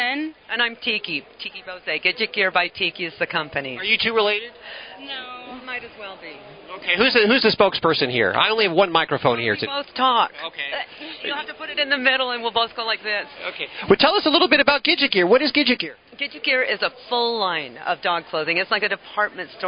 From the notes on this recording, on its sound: Animal Radio is LIVE from SuperZoo in Las Vegas.